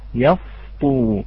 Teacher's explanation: عندما يقارب هذا السين حرف مفخم فسوف يفخم هذا الحرف فينتقل من السين إلى الصاد